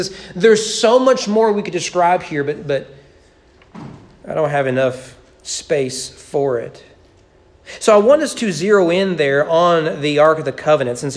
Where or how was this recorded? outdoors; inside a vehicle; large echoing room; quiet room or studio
large echoing room